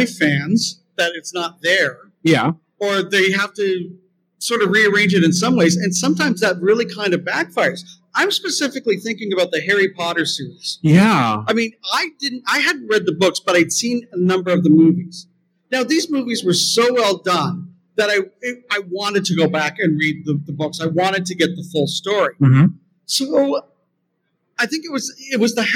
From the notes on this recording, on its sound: We streamed live from London Comic Con in London Ontario! We were working with some different equipment so the sound quality is a bit different this week.